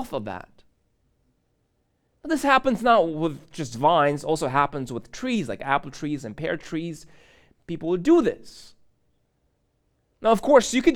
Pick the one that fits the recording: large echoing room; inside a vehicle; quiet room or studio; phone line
large echoing room